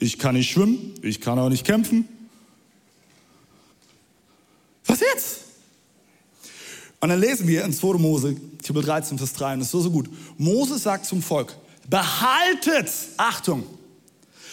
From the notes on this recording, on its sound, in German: Audiomitschnitt der Predigt